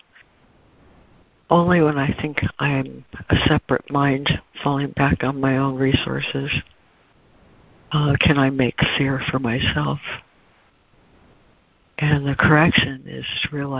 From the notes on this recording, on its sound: ACIM Daily Conference Call.